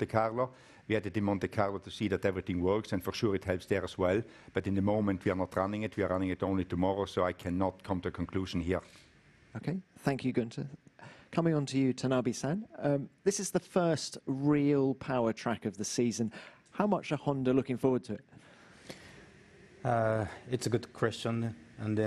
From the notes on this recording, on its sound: Friday Canada Team Principles Press Conference